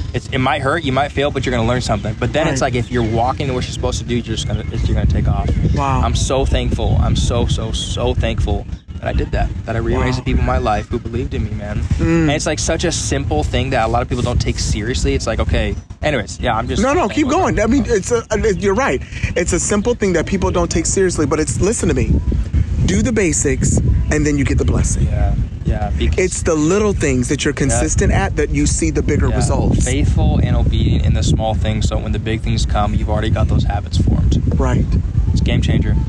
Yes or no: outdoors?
yes